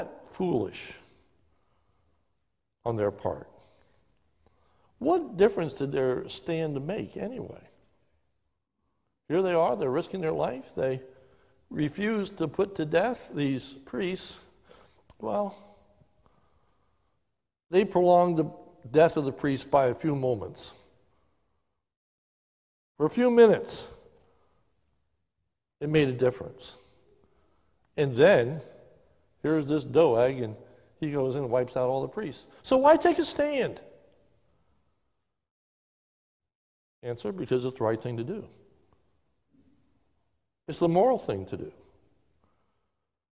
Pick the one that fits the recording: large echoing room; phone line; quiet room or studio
large echoing room